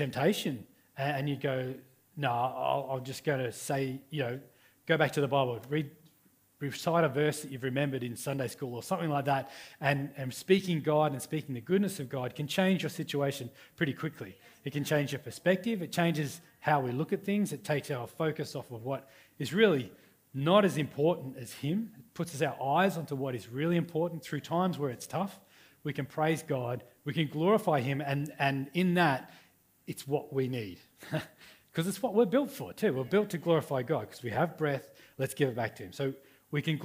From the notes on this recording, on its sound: River Edge Church. This message was recorded on 07/04/2019 at the 11am gathering.